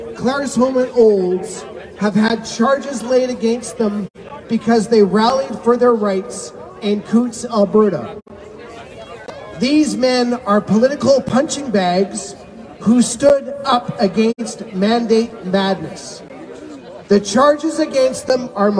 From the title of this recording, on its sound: Press Conference at the Alberta Legislature